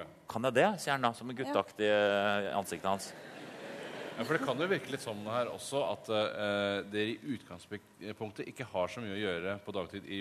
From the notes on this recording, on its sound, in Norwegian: Live fra Chateau Neuf. Problemer fra salen.